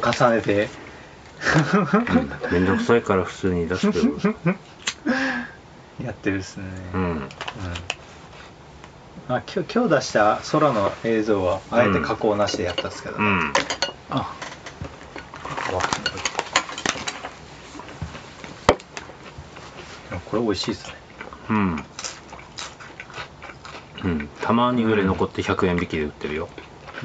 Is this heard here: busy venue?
no